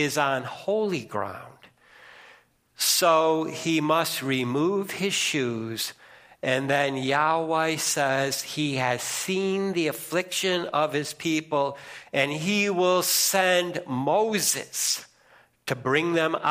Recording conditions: large echoing room